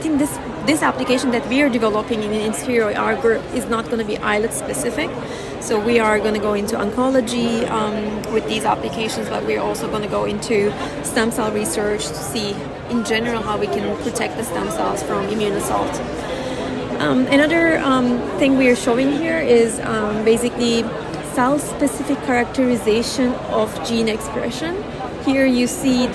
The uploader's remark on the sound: Check out “Heard on the Street” recorded during Day 2 of Islet Study Group 2023.